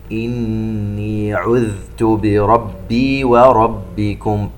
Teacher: ننتبه إلى الذال الساكنة فيها رخاوة، أي يجري الصوت حتى لا تقلقل